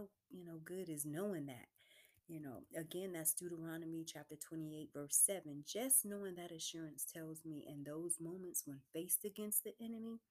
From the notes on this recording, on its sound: This recording may require headphones due to low recording session